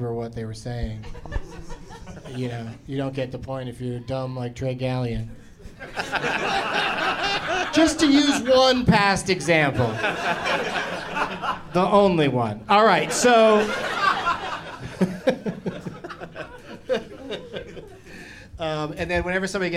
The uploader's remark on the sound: Live from Zanies in Rosemont